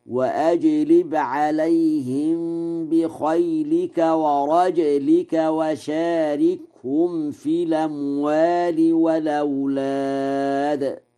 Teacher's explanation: ورجلك بإسكان الجيم مع القلقلة